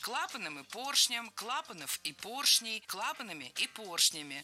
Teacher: слова с неподвижным ударением на основе. И в них ударение всегда падает на первый слог.